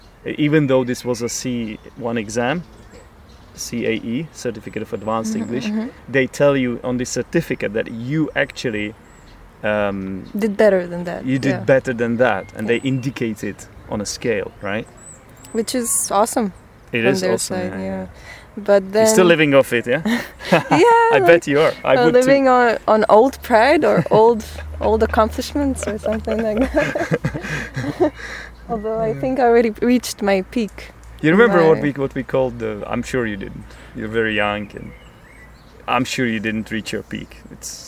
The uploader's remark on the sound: This episode was recorded outside by the river.